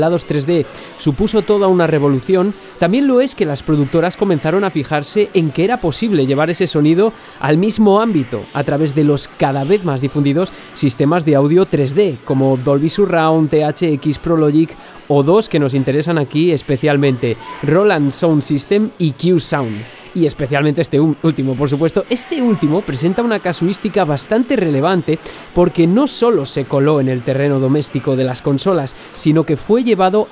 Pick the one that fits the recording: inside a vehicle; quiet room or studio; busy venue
busy venue